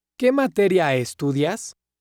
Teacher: The E sound of estudias blends with the IA diphthong of materia to make a diphthong of three vowels, a triphthong.